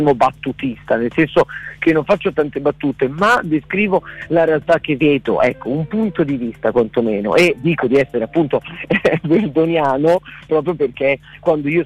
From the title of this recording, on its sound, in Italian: INTERVISTA TELEFONICA